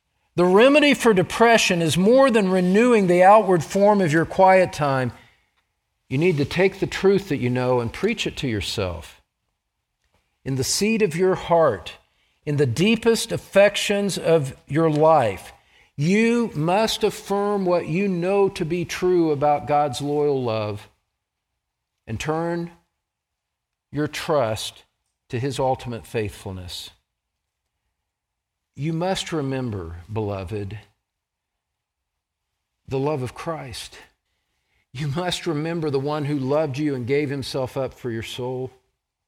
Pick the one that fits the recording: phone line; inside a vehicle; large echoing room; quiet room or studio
large echoing room